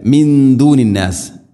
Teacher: സാക്കിന നൂനു ശേഷം ദാല് അവ്യക്തമാക്കി മണിക്കുക. ഇഖ്ഫാ ബിഗുന്ന ഖാലിസതൻ മിൻ ദൂനിന്നാസ്, അന്നാസ് നൂനു ശബ്ദ് മണിക്കണം.